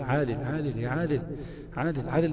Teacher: العين بتاعت عادل دي بنخرجها من ادنى الحلق، مع ان المفروض تبقى اعمق زي عادل، تمام. · Term: العين الدارجه